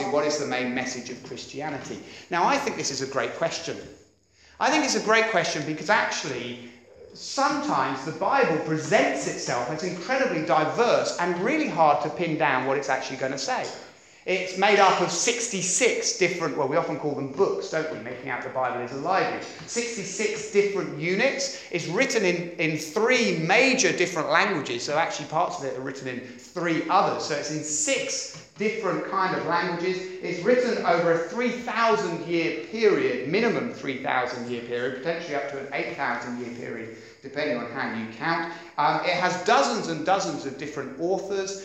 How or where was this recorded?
large echoing room